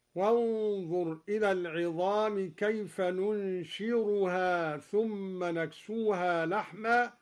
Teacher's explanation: قرأ الدوري بالراء بدل الزاي هكذا